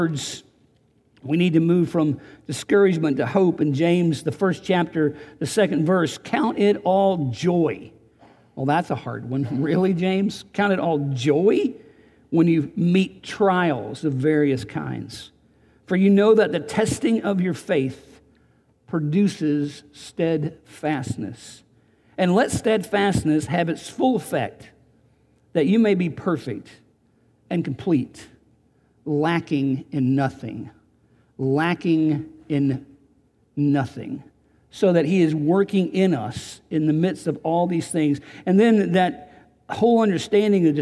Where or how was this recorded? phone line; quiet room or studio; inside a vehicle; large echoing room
large echoing room